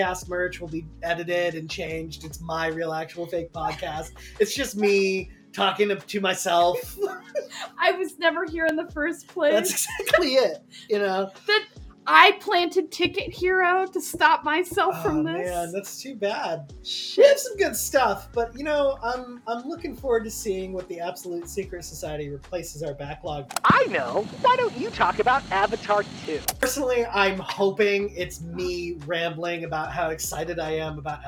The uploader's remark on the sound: Sometimes, it’s just kinda hard to talk in the car. What's that mysterious noise I keep hearing?